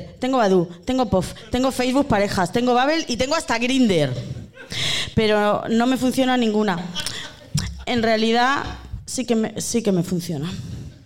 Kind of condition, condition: setting, live audience